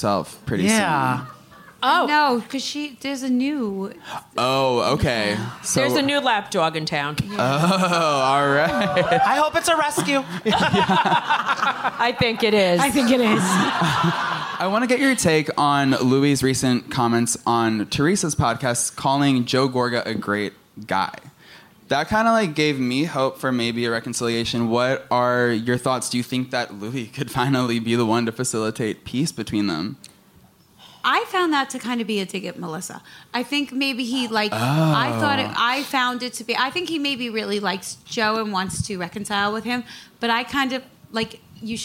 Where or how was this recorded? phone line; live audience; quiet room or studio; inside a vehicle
live audience